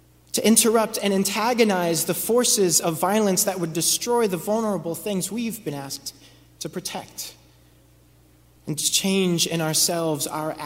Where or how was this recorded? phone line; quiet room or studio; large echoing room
large echoing room